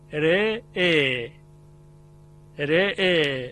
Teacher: یه چیزی شبیه را مکسور میشه که ترقیق شده · Term: اماله